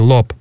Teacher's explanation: В слове «лоб» там будет «о» открытый, произносится гласный типа «о», такой «лоб», а в слове «кот» произносится гласный типа «о», короткий.